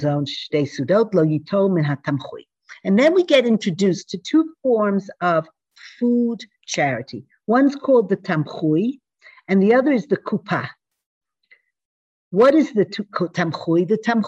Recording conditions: video call